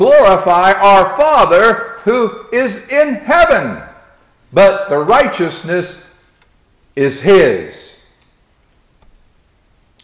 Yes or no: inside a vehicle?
no